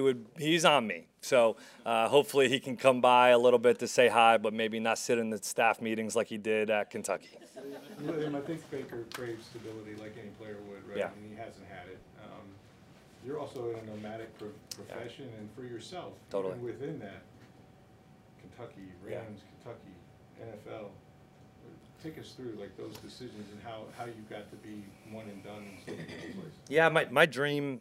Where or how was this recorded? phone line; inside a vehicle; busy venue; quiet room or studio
busy venue